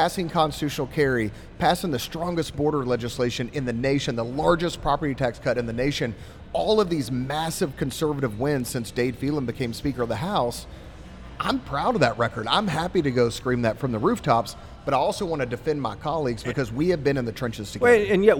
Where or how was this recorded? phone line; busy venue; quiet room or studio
busy venue